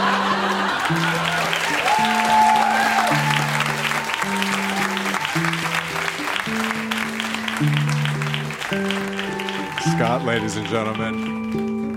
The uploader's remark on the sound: Recorded live at the Tranzac in Toronto, ON.